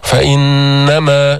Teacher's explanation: فإنما، نون مشددة، غنة قوية